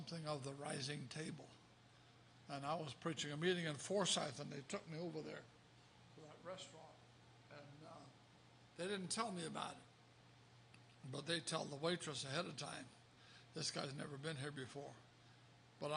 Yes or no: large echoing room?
yes